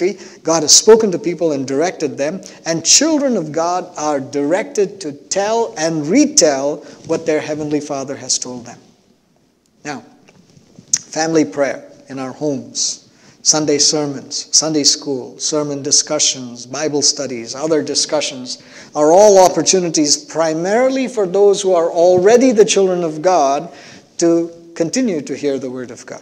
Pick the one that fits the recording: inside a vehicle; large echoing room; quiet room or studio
large echoing room